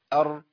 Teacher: الراء من الحروف اللي فيها توسط، لا فيها انقطاع صوت ولا فيها جرايين صوت